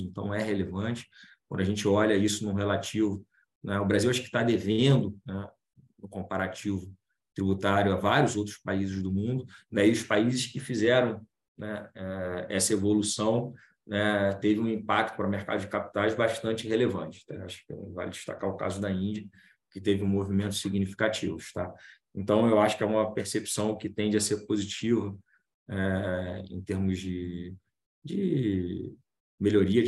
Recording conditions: video call